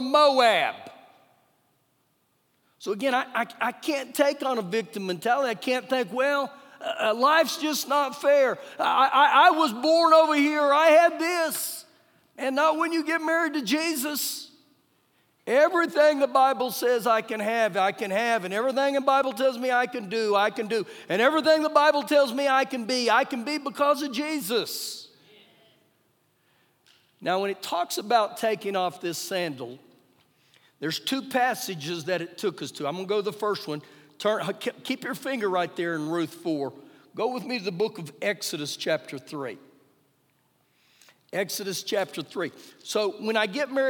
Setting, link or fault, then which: setting, live audience